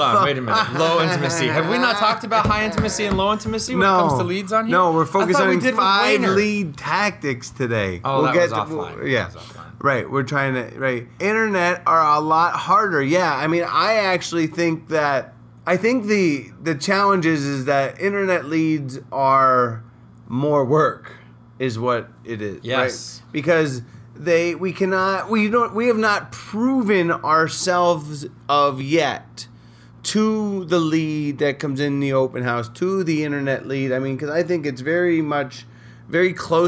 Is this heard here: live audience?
no